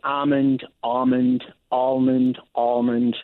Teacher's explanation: you can drop the L or not, and then the vowel quality can be aw or ah